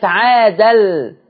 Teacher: شفتوا النقل لما حصل في اللام وكان قبل منه تنوين فبقت عادل، اضغم التنوين في اللام · Term: ادغاما بغير غنة